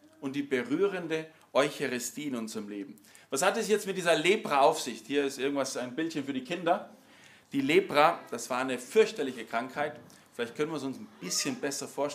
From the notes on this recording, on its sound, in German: Im Rahmen der Familienmesse. Im Zentrum Johannes Paul II.